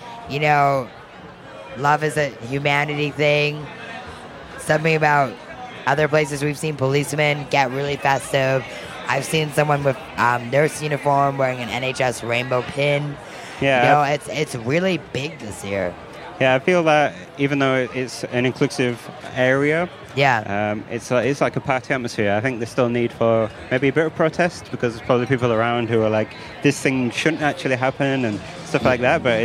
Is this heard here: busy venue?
yes